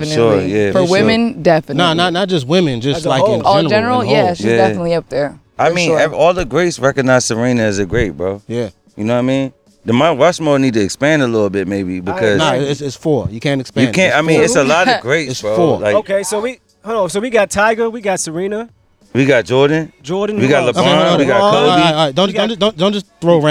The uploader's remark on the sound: Today’s episode the guys are recording live from the block party in the hood!